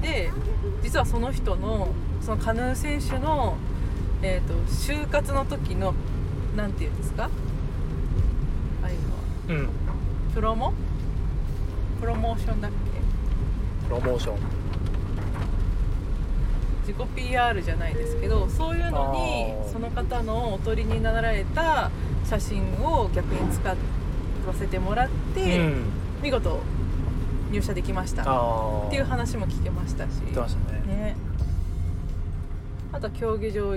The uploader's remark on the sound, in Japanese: 先日の休みに写真展に行ってきた帰りの車内で。